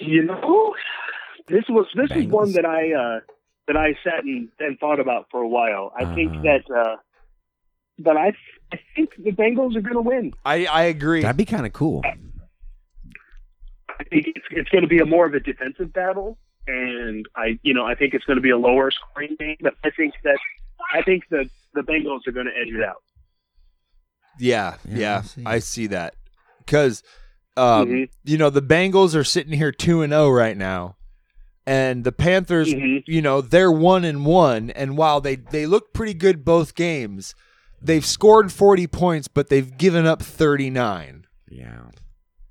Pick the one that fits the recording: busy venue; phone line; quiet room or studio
phone line